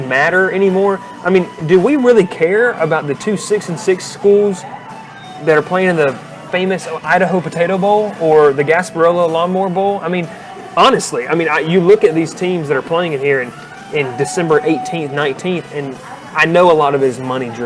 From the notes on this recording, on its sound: Live from Moe's BBQ in Rome, GA